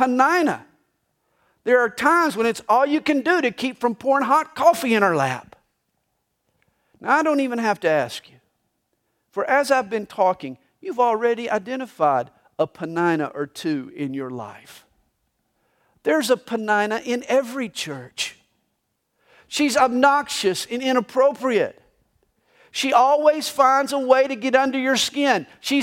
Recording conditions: large echoing room